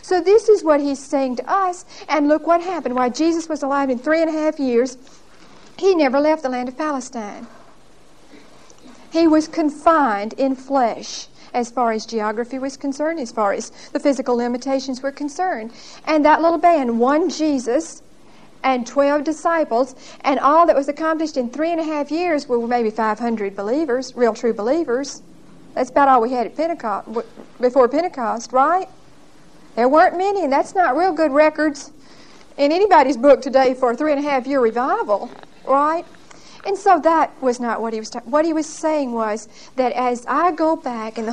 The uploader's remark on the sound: Recorded 10/28/1975 at Whitesburg Baptist Church.